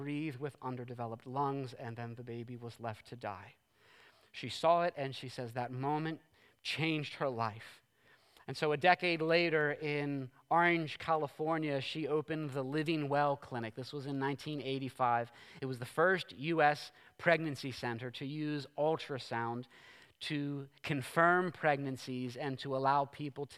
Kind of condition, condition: setting, large echoing room